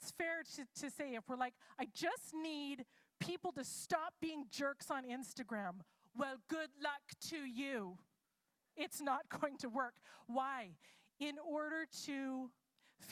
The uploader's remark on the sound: It's a LIVE service!